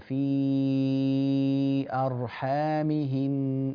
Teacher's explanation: في أرحامهن، المد ست حركات